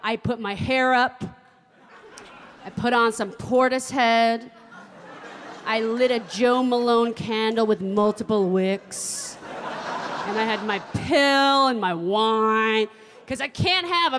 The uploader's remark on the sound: performs in front of a live audience